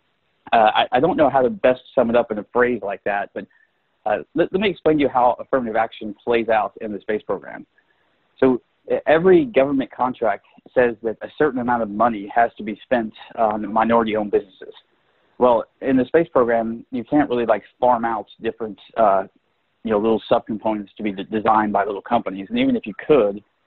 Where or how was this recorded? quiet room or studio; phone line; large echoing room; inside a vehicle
phone line